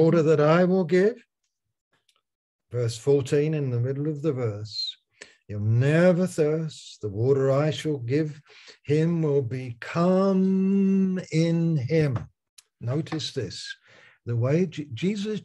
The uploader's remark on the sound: Malaysia Meets (Zoom)